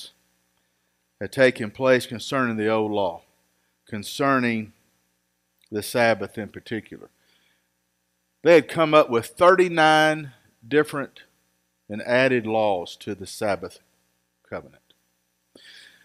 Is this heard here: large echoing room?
yes